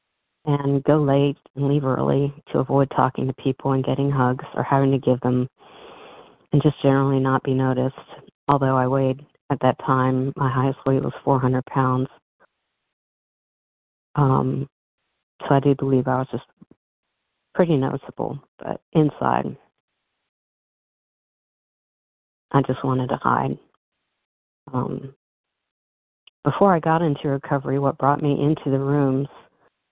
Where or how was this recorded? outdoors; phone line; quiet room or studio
phone line